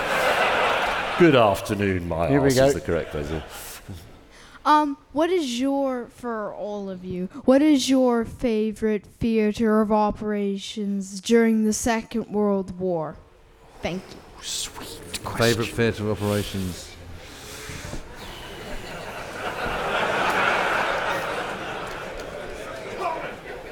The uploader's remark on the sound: on stage at We Have Ways Fest